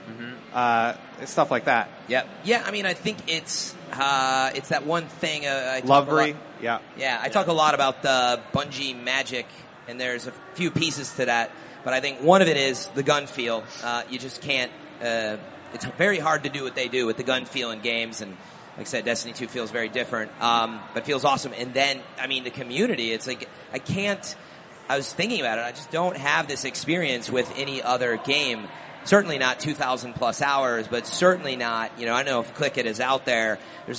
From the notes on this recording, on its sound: live from GuardianCon 2017